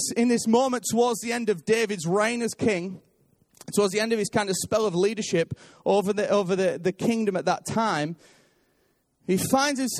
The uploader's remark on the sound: Recorded live at Life Church Lancashire on 3rd March 2019